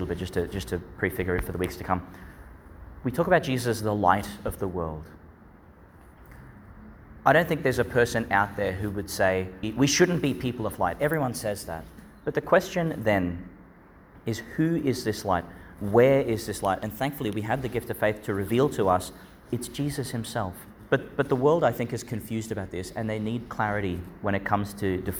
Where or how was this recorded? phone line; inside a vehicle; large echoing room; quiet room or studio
large echoing room